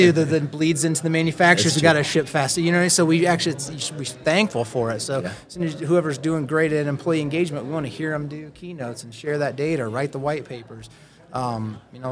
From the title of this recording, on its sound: SOCAP Spring Symposium Podcast Booth '23